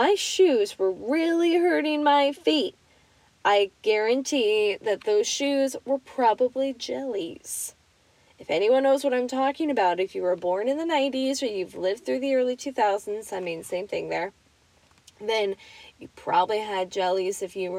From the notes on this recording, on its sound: Reading to you from my car because we are all working from home and I need a nice place to yell my stories through my microphone!